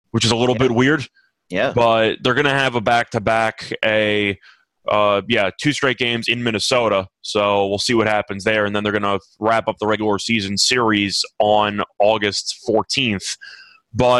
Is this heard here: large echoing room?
no